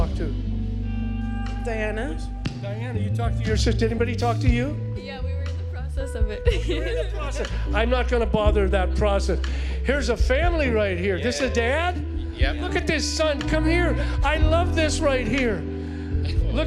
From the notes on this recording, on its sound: was preached on November 21st at the 11:30AM service